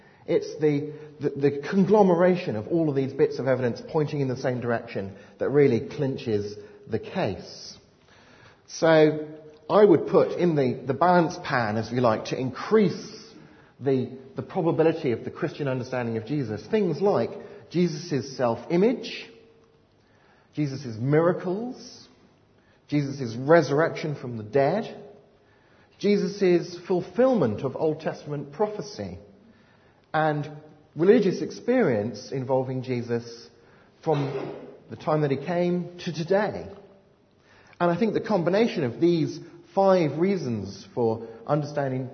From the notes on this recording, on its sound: delivered at Highfields Church Cardiff, 14th November 2010